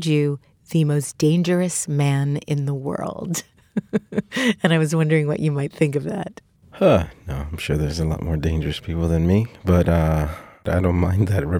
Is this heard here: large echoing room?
no